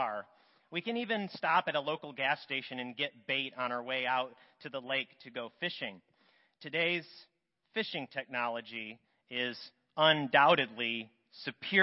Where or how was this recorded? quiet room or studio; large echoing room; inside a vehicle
large echoing room